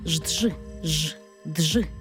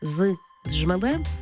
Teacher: Коли поєднується свистячий з шиплячим джи, утворюється жджи, жджи. Тобто кажемо не з джмелем, а з джмелем, не з джерела, а з джерела.